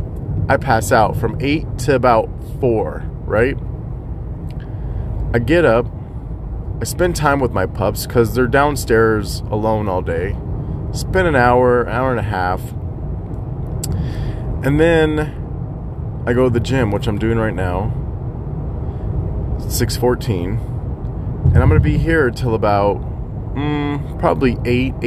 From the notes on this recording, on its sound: Rambling in the car while driving to gym.